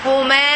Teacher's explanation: Because the alif is a long vowel, so I will extend the letter ma.